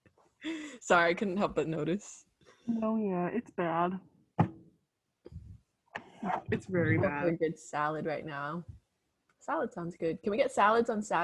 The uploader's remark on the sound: please excuse the technical difficulties that were endured in the beginning, we apologize for the potential damage done to your eardrums